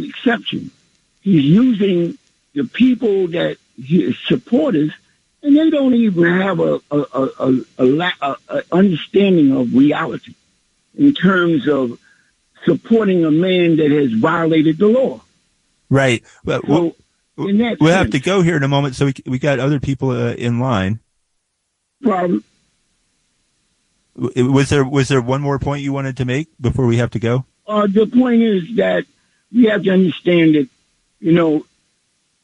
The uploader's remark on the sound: Listener Call-ins.